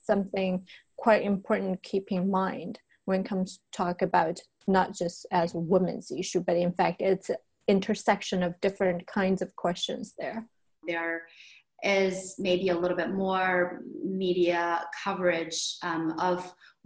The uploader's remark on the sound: The Office of Diversity Initiatives of Shanghai New York University (NYU Shanghai) organized an online panel discussion.